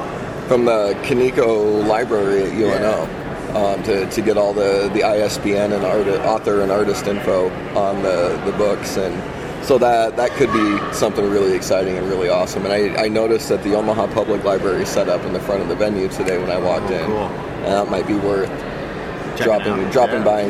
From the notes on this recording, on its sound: Then we are whisked over to this past weekend's O Comic Con for an interview. Right from the con floor.